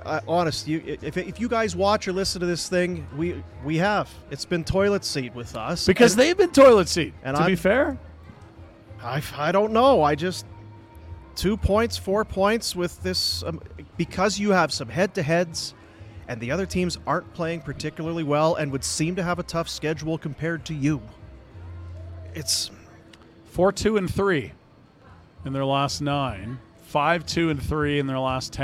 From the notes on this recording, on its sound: LIVE from the Grey Eagle